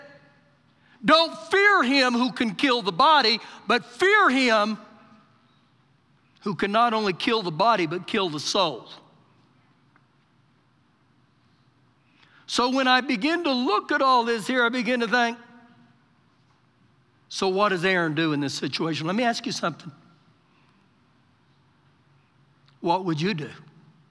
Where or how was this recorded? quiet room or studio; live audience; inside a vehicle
live audience